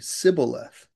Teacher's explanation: But the people from the enemy areas, the Ephraimites, couldn't say shibboleth. They couldn't say the SH sound. They would say sibboleth.